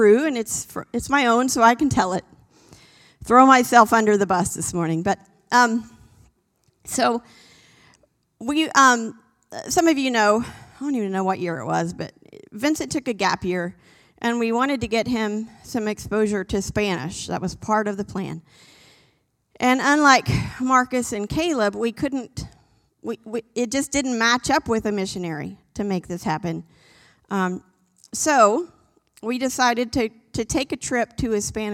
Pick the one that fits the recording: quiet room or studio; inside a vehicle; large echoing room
large echoing room